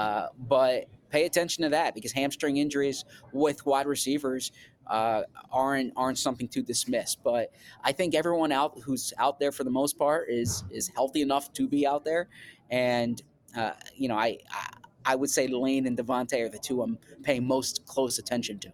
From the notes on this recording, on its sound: live from the Linc